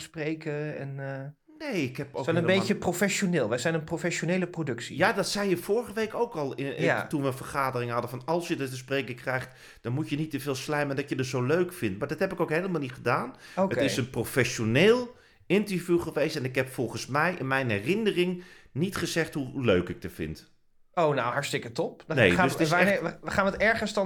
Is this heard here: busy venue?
no